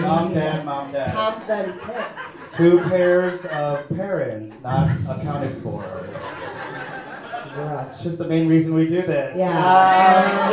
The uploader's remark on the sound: Live from Los Angeles. Live show at LA's Lyric Hyperion.